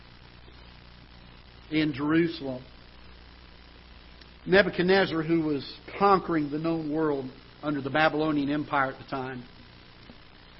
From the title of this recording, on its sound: Ketha Heights Baptist Church ~ Live Broadcast